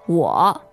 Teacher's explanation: Okay, so the first part begins with the word for I, right? Yes, and that is 我 in Chinese. W-O, third tone